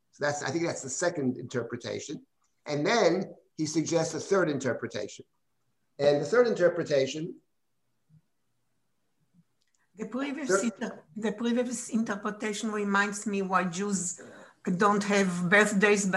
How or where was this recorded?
video call